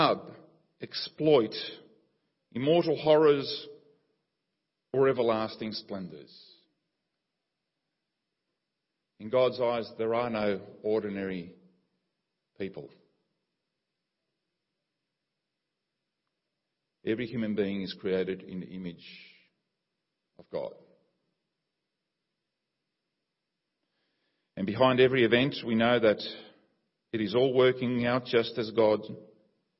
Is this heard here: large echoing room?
yes